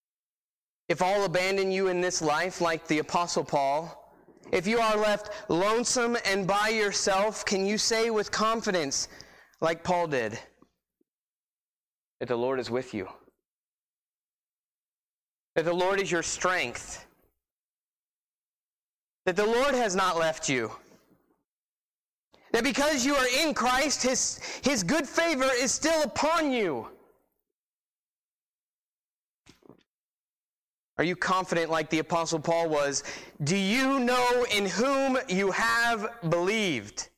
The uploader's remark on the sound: Sermon preached on 12-1-19 at Christian Fellowship Church.